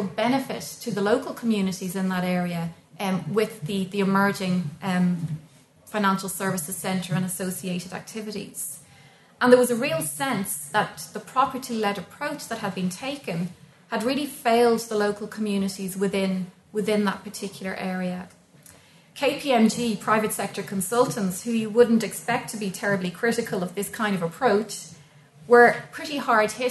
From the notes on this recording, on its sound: recorded at the Dockland Encounters Symposium